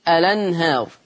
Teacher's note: بتحذف الهمزة للتخفيف وبتنقل الحركة إلى اللام فتصير الأنهار · Term: النقل